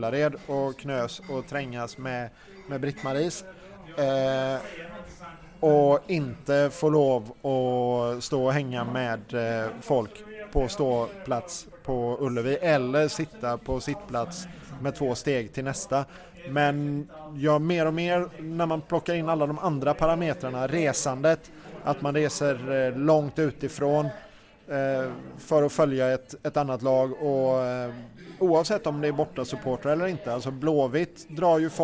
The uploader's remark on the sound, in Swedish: Lyssna på vår goa, röriga podd, live on tape från krogen.